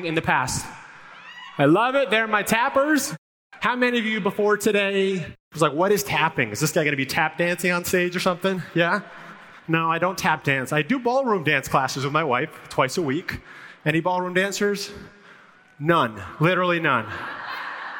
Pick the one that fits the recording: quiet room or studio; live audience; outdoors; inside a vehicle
live audience